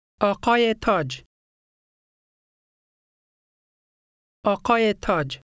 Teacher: A final ya also has the Y sound when it links a word ending in a vowel sound with the following word.